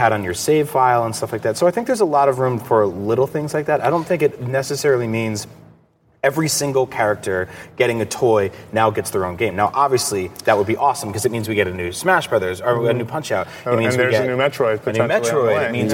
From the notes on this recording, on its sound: The Nintendo Voice Chat is coming to you live from E3 2014!